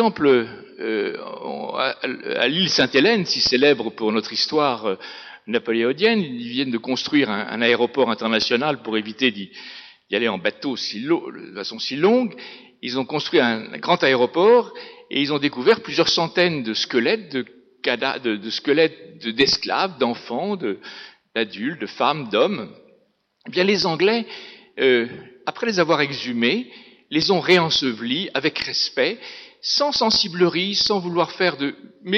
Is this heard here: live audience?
yes